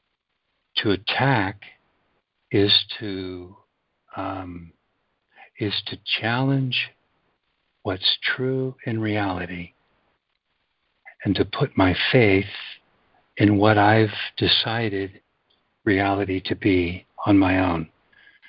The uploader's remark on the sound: ACIM Daily Conference Call.